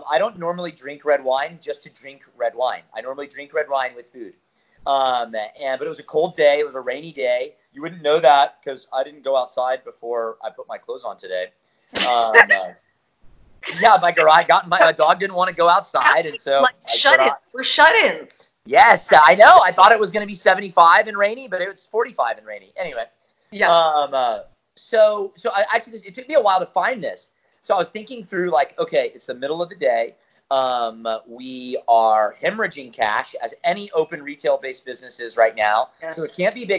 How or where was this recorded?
video call